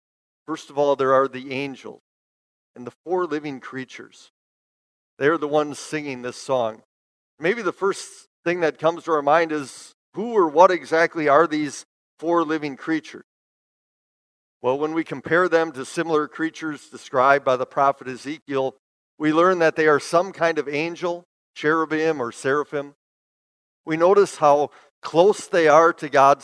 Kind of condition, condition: setting, large echoing room